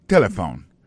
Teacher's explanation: l'accent tonique l'a tombé sous premier syllabe là